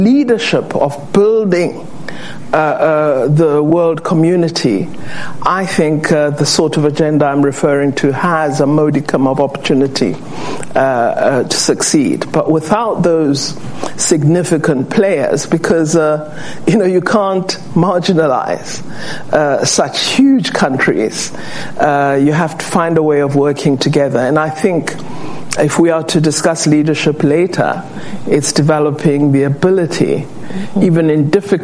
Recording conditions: live audience